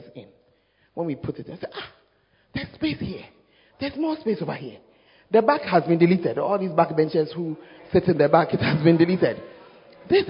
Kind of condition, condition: setting, large echoing room